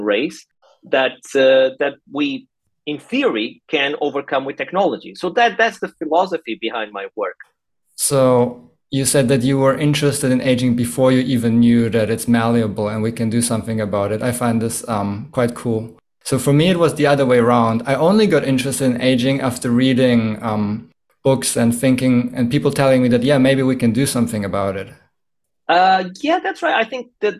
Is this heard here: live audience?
no